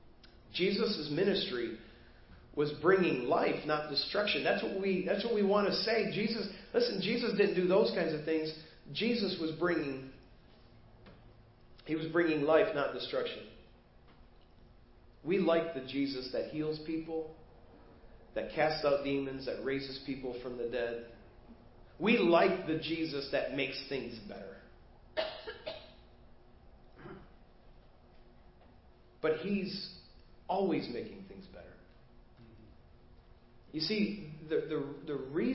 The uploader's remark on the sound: Preached at First Baptist Church of Hazel Park